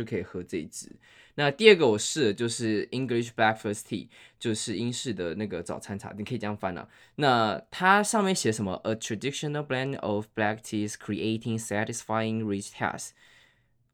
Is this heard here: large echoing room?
no